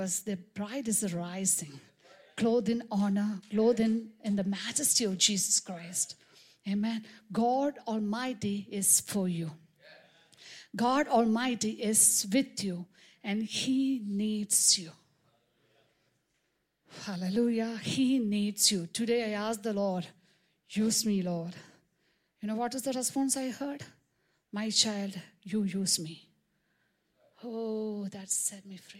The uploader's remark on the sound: preached on 26 March 2023 at Revelation Church.